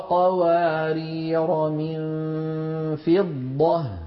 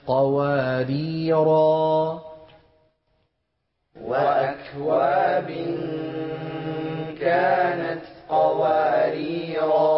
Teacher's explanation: ألف قواريرا لما وصلنا حذفناها، ولما وقفنا أثبتناها يعني نطقناها